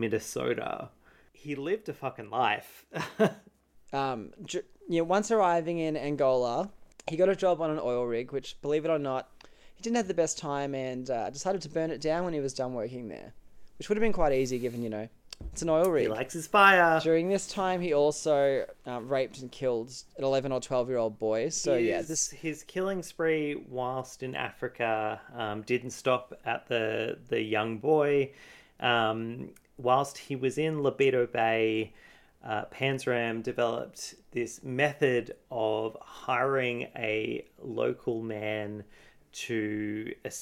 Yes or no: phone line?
no